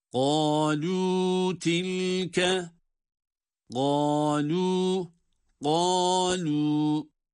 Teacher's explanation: Kaf kalın, lam ince. Gâlû. Her ikisi de birer elif miktarı.